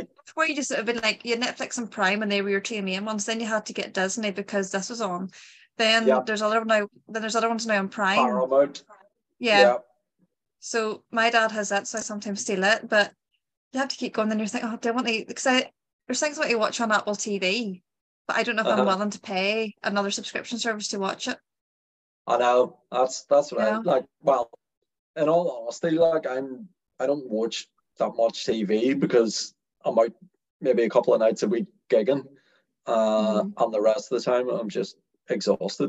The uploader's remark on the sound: Zoom was also being a class A root so apologies for any over-talking/awkward silences.